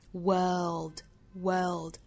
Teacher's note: 英音里是没有这个发音，所以即使单词内部含有字母 r，英音也不会去发一个卷舌的的发音，这里相对应的是一个长音的的发音，也就是 bird，b-i-r-d， bird 那个元音。那我们发完这个之后呢，再去发舌侧音 well，well，well，最后再发一个 d，world，world。那关键点一定是要把这个舌侧音发出来，如果舌侧音没发出来的话呢，就相当于发成了 word， w-o-r-d 那个词了， word 里头记得再发一个舌侧音 world，world，world，world。 … 前面这三个词有两个是重点难点哈。好，我们再来看后面一句， make it a better